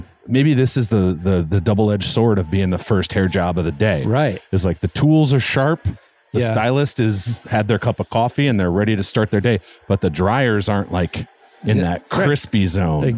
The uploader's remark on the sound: Walk a local mall. THE SHOPS AT MONTEBELLO.